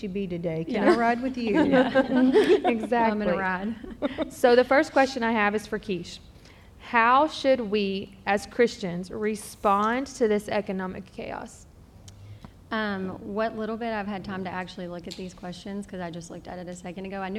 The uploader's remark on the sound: LIVE at SFL Conference